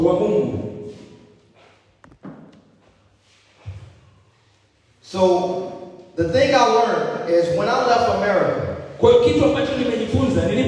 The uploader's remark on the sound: Youth Conference Day 2. Preaching at the Youth Conference in Zanzibar, Tanzania.